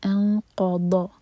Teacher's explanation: ضاد ہم زبان کی سائڈ سے ادا کرتے ہیں. ہماری زبان کا جو سائڈ ہے وہ سائڈ والی دانتوں کی روٹ میں کس کے لگتا ہے.